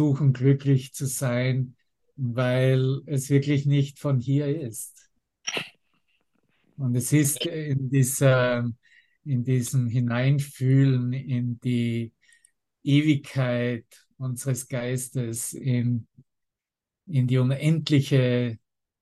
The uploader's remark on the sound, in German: Zoom-Session